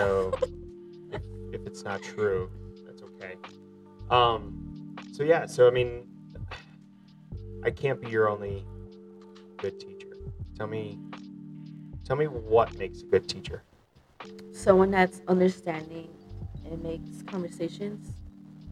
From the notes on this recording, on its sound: We had some technical issues, but the conversation was to important to rerecord.